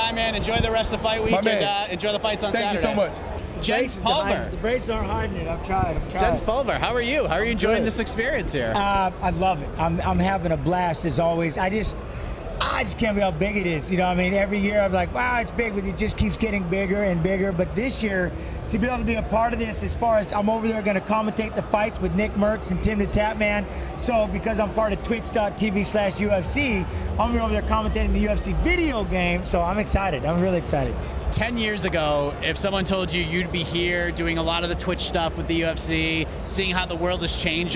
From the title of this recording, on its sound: LIVE From Las Vegas